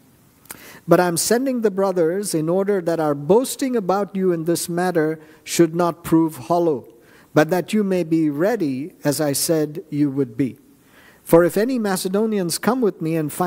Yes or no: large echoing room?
yes